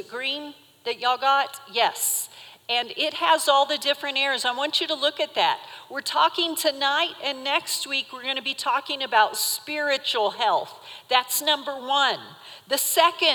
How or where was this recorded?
large echoing room